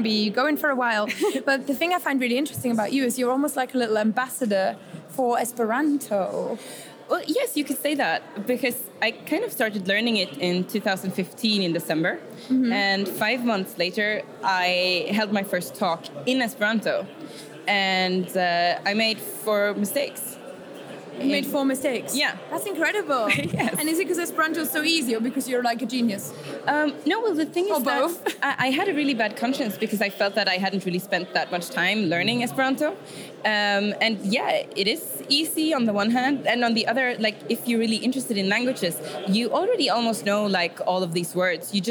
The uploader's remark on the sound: Live from the Polyglot Gathering 2017. The live clips are in, so you can experience the Polyglot Gathering in 2017 with the Creative Language Learning Podcast as we bring you interviews, impressions and fun from the conference floor.